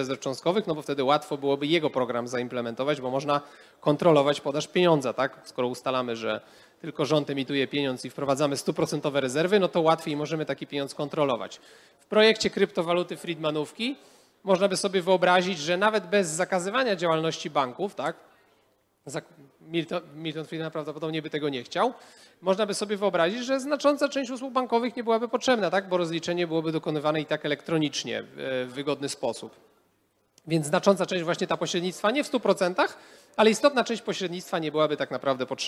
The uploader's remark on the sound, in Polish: Odcinek jest nagraniem wystąpienia podczas Weekendu Kapitalizmu 2021